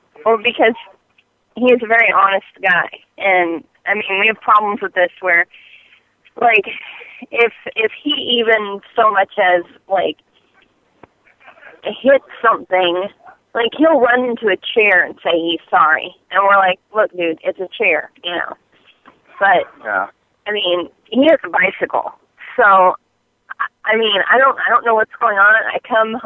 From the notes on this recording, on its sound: Personal Prank Phone Calls Collection